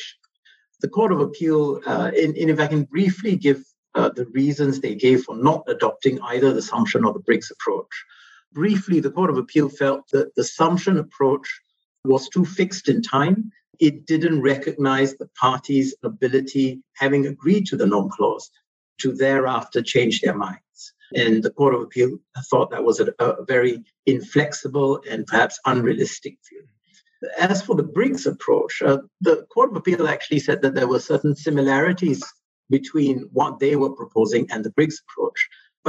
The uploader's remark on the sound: Is a recording of a virtual panel discussion hosted in November 2021.